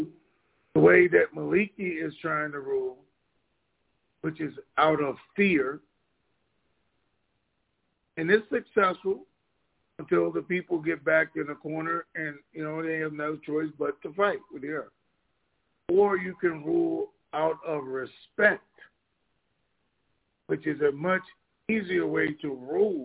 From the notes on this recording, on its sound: TNTSuperfantastic Conference Call